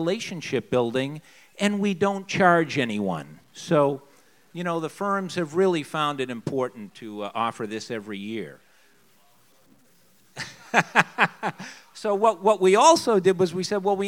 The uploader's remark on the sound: Business leaders from the Portland, Oregon metro region came together. This audio is from the entire two hour event.